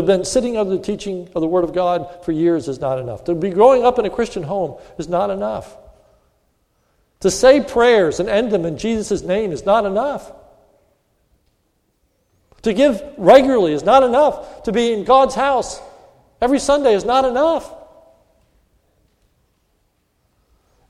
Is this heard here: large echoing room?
yes